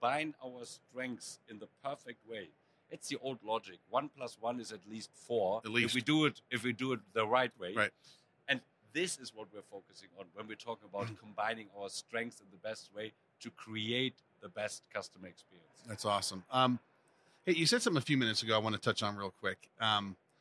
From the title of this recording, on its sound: Live at Cisco Live